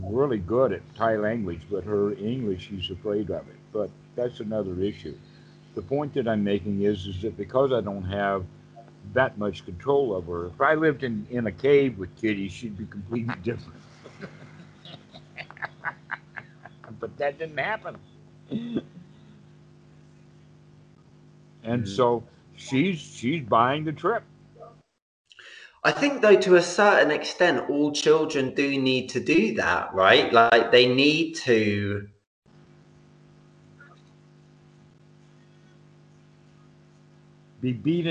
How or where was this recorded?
video call